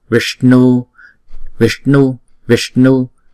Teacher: chữ S và chữ N này chúng ta thấy có dấu nặng ở dưới, chúng ta phải cong lưỡi lại và búng ra